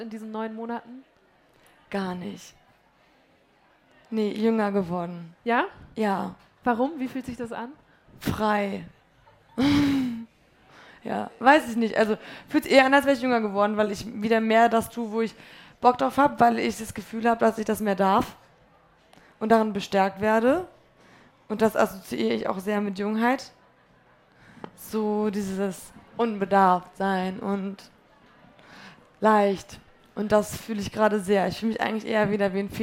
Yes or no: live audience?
yes